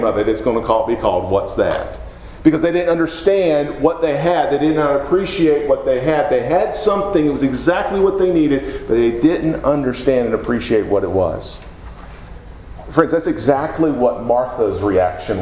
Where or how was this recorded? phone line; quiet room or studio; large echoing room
large echoing room